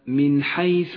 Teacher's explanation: تظهر النون الساكنة من غير غنة أو تشديد إذا جاء بعدها حرف إظهار كحرف الحاء · Term: حكم الإظهار